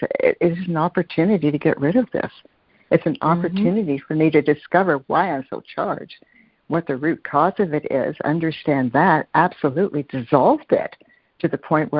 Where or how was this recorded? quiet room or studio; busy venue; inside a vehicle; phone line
phone line